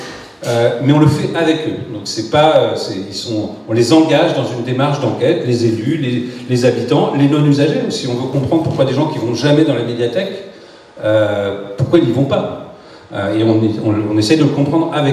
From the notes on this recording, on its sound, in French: Echanges avec le public.